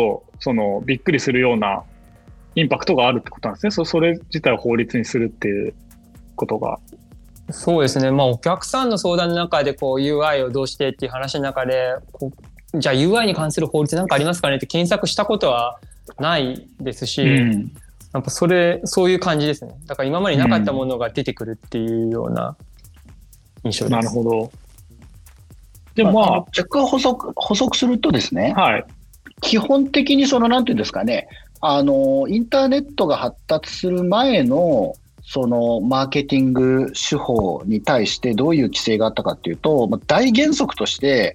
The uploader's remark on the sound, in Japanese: 収録はzoomを活用して遠隔で行いました。音声が聞きづらい部分がある点、ご了承ください。